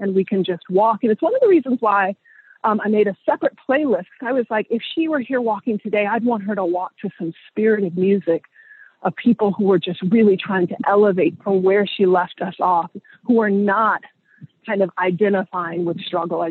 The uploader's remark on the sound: hop on the phone and take a walk